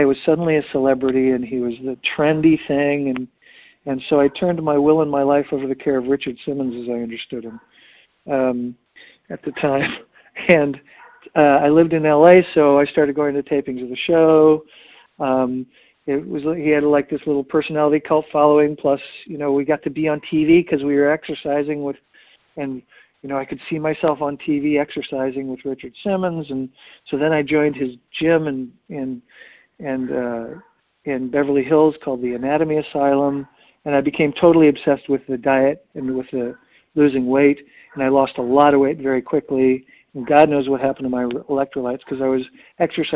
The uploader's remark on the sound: 100 Pounders Phone Meeting